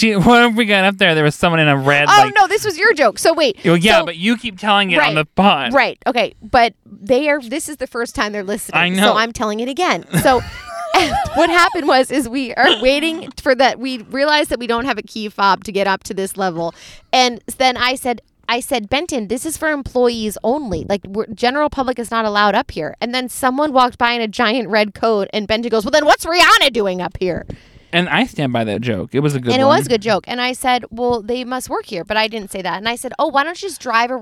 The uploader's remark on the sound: It's Nice To Sit In Your Car and Record A Podcast Where Everything Goes Wrong